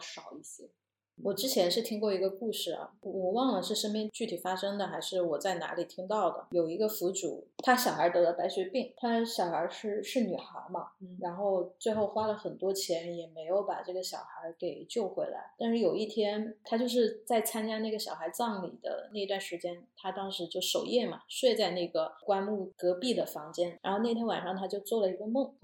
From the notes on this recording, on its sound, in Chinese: 这期音质在后期上做了点努力，但前期收音上确实比较差强人意，后续咱会在硬件上做做努力。